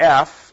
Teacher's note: It's labiodental. It's not, even though you touch your lip to your teeth, you don't stop the air from going through there. And so it's a fricative because you've got that little space. · Term: voiceless labiodental fricative